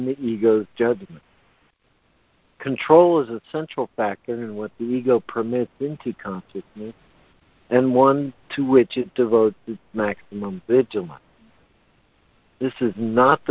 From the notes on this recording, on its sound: ACIM Daily Conference Call